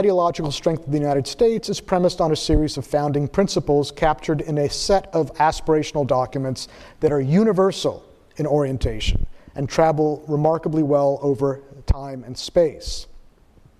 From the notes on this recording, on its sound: Q&amp;A with the audience